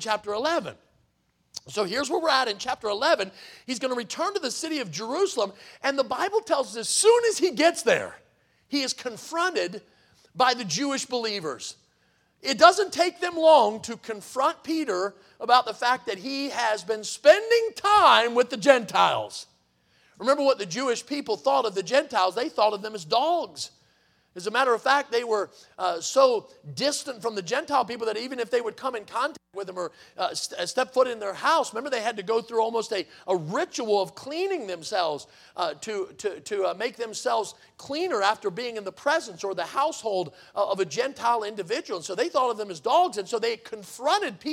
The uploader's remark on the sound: in the Sunday Evening Service on July 30, 2023, at Victory Baptist Church in Boonsboro, Maryland